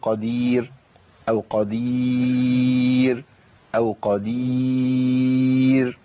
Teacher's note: وراء عندي مرققة إيه؟ للوقف، لأن قبلها ياء. أي راء حقف عليها ساكنة، قبلها ياء ساكنة على طول رققها.